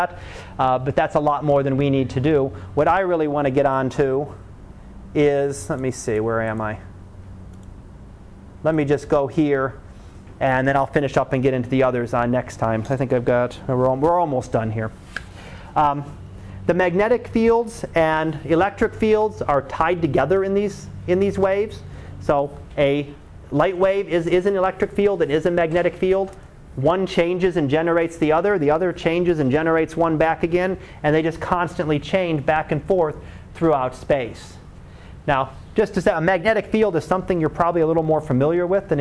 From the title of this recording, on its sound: Live Class Lecture